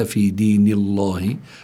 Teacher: اللام لفظ الجلالة الله لابد أن يكون مرققا لأن ما قبله مكسور